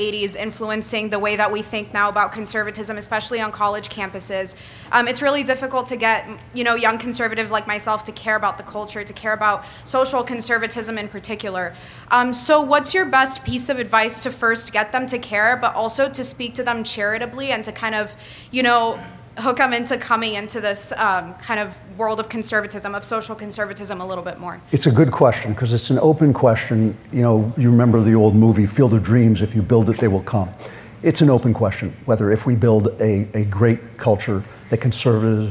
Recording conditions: live audience